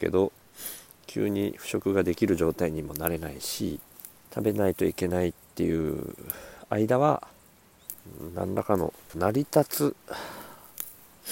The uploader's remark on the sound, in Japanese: 苗代 に敷いた藁の隙間から生えたスギナを取りながら録音。